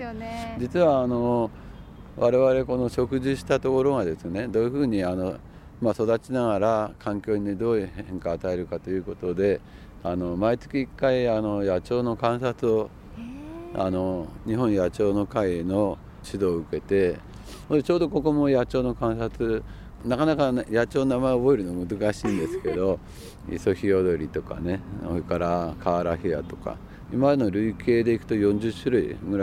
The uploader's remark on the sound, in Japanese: 今回取材した神奈川県平塚製造所の「千年の杜」。その森を歩きながら。